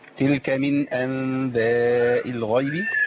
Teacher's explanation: ما قلتش من أنباء لأن هنا النون هنا مظهرة